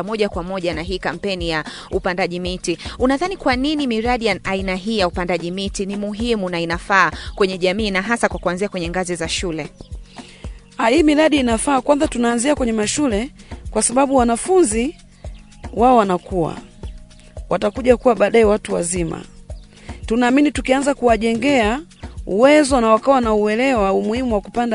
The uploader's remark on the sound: This Podcast episode is recorded from the field.